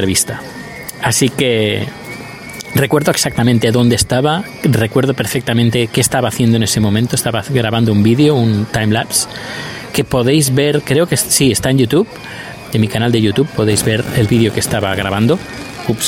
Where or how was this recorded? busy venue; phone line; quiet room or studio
busy venue